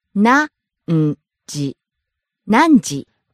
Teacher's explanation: Starts high, drops on ん stays low.